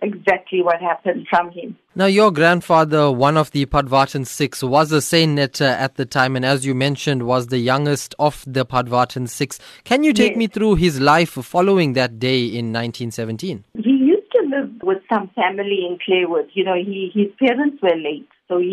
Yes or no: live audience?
no